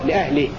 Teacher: أما إذا وقفنا فنقف بسكون الهاء لكل القراء